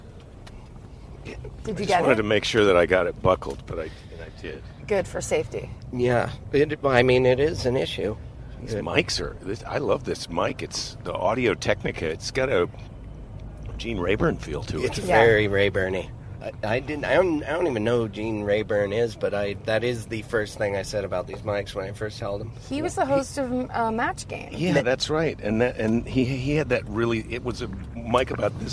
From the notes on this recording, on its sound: At LAX and podcast in the car as we bring him to his home.